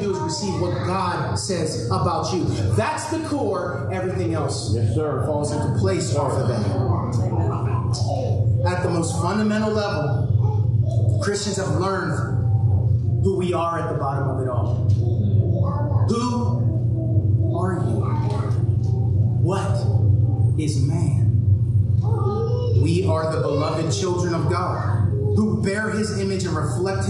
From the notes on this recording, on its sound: Due to technical difficulties, the following audio has been pulled from our livestream. Expect lower audio quality.